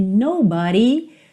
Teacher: Então não tem aquele d, tem o rarara.